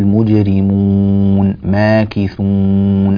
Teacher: هناك غنة في الواو أحيانا لما تقول مجرمون ماكثون، هكذا الأنف يعمل في هذه الواوات، احنا لا نريد الأنف يعمل إلا في الإدغام بغنة وفي النون والميم، فتنبه لهذا.